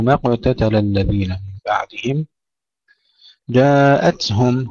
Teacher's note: همس التاء وليس بالقلقلة